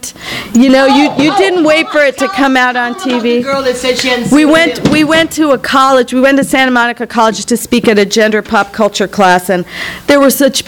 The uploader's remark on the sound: THIS EVENT WAS RECORDED LIVE AT SKYLIGHT BOOKS NOVEMBER 18, 2010.